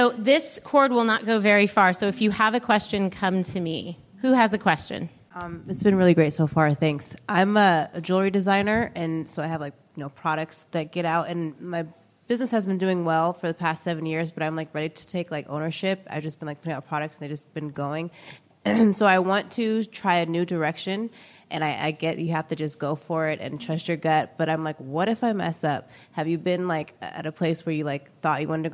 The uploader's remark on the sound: Our final installment of the live LIBERTY Sessions in Pasadena. We've had a blast sharing these panel discussions.